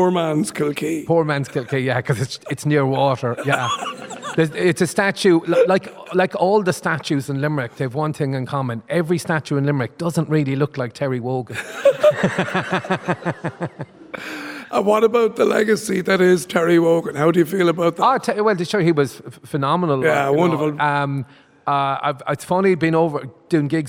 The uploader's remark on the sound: Down to Business was broadcasting live in the Hunt Museum in Limerick as part of Newstalk’s Summer tour